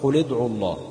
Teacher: ومثال الواو: قل ادعوا الله، ادعوا فيها واو ساكنة قبلها عين مضمومة فتبقى حرف مد وبعدين التقت باللام الساكنة في كلمة الله فيسقط حرف المد، يحذف حرف المد.